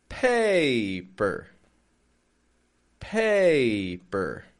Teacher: Strong with that pay. Pay. And then per. Per. Flat, quick, quiet sound.